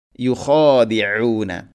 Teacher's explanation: ഖ തൊണ്ടയുടെ മുകൾ ഭാഗം, അതുപോലെ ഐൻ തൊണ്ടയുടെ മധ്യഭാഗം